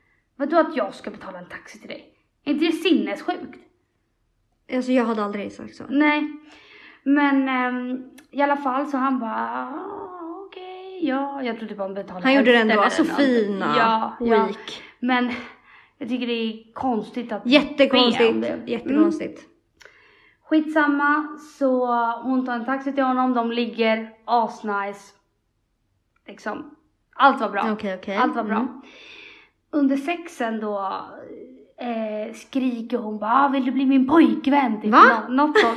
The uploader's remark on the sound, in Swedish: Det tillfälliga ljudet är bara för denna vecka.